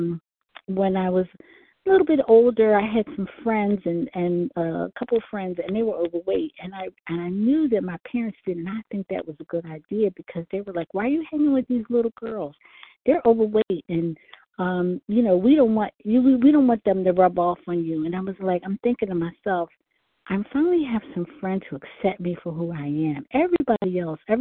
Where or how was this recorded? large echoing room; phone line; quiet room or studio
phone line